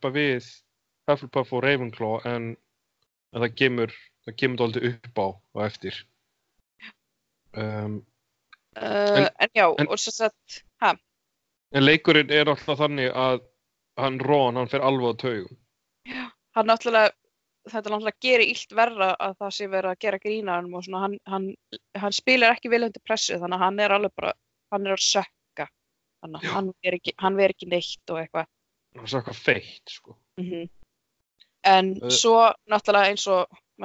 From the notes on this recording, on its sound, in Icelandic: með því að hittast á Skype og tala áfram